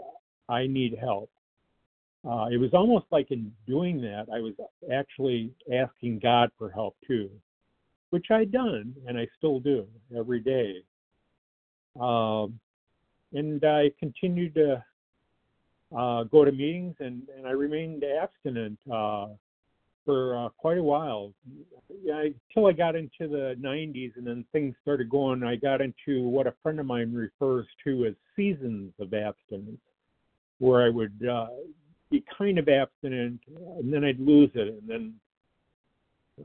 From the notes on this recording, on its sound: 100 Pounders Phone Meeting.